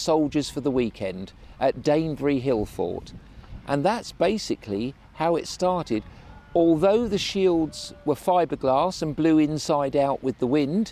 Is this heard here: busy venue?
yes